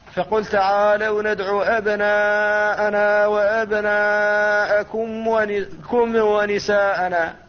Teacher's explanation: وأهل بلادنا هذه في أغلب الأحيان يقلقلون الميم الساكنة قبل الواو والفاء، فتسمعون بعض الناس يقرأ قول الله تعالى فقل تعالوا ندعو · Term: قلقلة